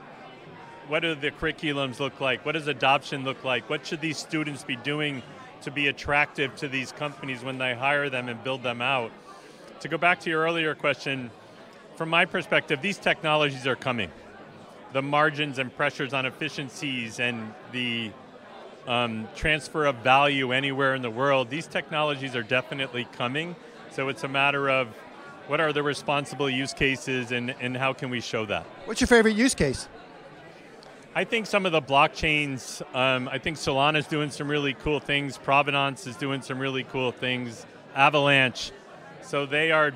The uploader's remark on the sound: In this video podcast interview recorded during an Institutional Digital Assets Forum event in Boston on December 4th, 2023. The event was produced in partnership with the TABB Group and focused on blockchain adoption within enterprises as well as institutional investment in cryptocurrency.